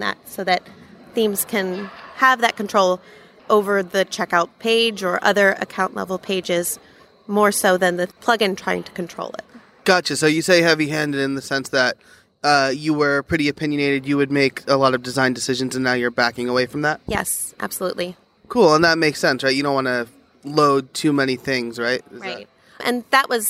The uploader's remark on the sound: Special Episode: Live from WordCamp US 2017. In this very special live episode, I had the opportunity to interview WordCamp US attendees.